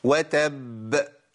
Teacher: طيب نجيبهم بقى ورا بعض كده ونشوف الفرق. الفرق هيبقى الباء المشدده اول ما اجي اقلقلها هتاخد زمن معايا زياده شويه · Term: اعلى مراتب القلقله